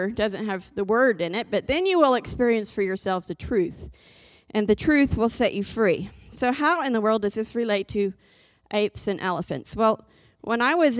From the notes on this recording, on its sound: This JAT was recorded live on January 9th, 2022 at Newark United Pentecostal Church